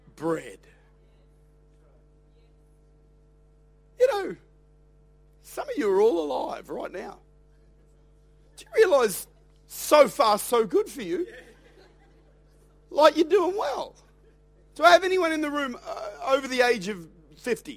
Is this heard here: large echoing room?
yes